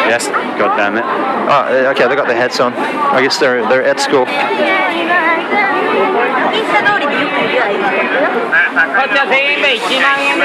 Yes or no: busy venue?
yes